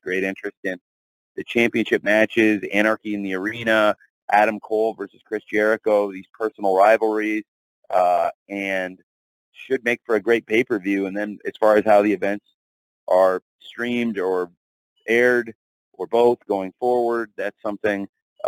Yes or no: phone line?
yes